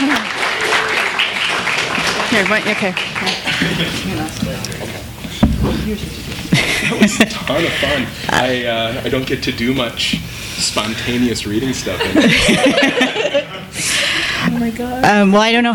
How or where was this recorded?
live audience